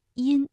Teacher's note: 前鼻音的口型相对比较扁比较窄